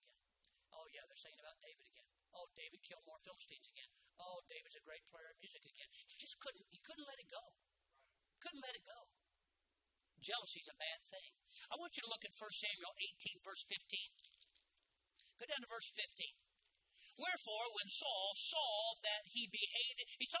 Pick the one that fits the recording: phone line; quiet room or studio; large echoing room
large echoing room